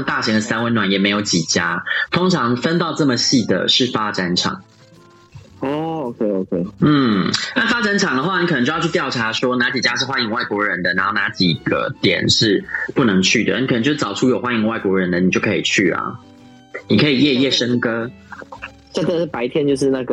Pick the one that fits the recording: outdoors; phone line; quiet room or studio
phone line